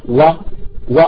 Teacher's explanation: والواو واو اللين تخرج من الشفتين